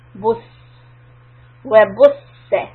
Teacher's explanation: From bu, rounded lips, flatten it.